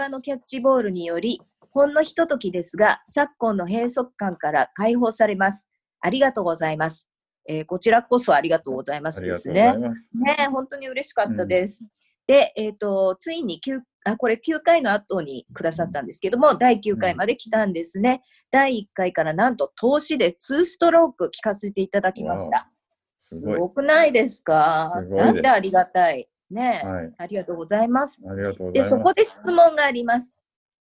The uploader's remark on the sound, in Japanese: 今回もZOOM収録でお届けです